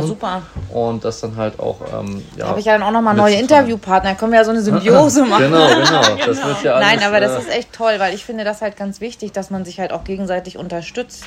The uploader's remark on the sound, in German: Alle Hintergrundgeräusche sind live von der Minigolfanlage und von den Servicekräften, denn wir haben natürlich live im Wintergarten des Reataurants aufgenommen.